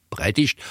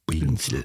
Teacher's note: das P wird bei uns zu B